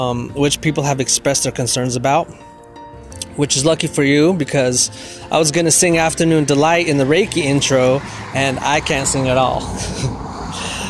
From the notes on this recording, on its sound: It was made very quick & Recorded while on my walk. Again sorry if I sound out of breath or need water , and any traffic noises.